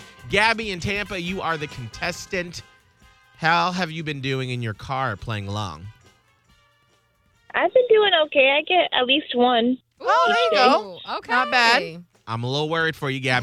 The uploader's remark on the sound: Today’s Fam member on the phone